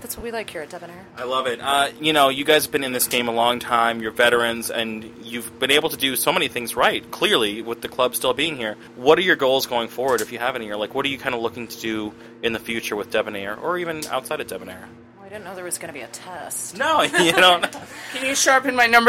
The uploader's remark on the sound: In an interview recorded onsite at Debonair Social Club